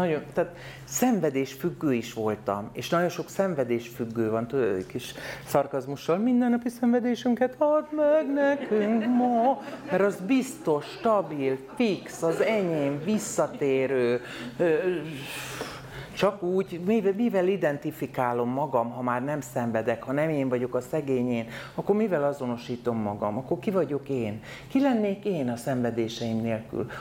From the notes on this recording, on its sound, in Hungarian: A fantasztikus közönségnek, hogy megtöltötték a teret, az Apolló mozinak, hogy otthont adott az ÉNIDŐ - A LÉLEKTÉR LIVE beszélgetésnek.